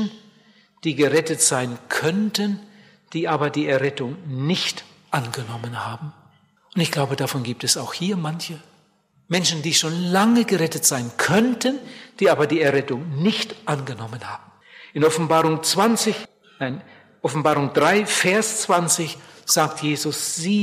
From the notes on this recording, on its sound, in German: bei einer Evangelisation in Bielefeld gehalten hat